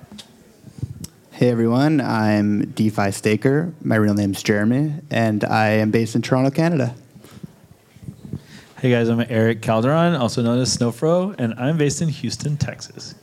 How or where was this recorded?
busy venue